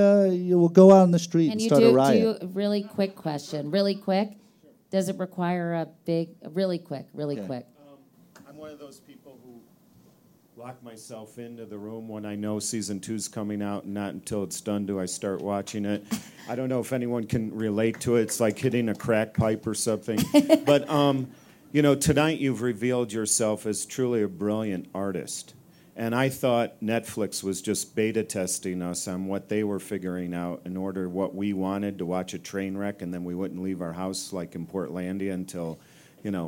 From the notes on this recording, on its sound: Recorded live at the Aspen Ideas Festival